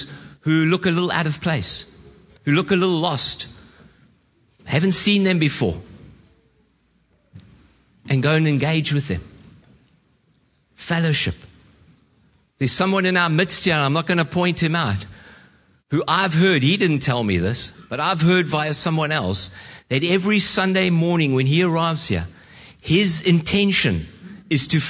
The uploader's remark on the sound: Preached at Horsham Downs on 11/06/2023